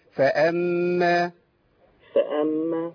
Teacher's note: ما تعملش قطع صوت قبل الهمزه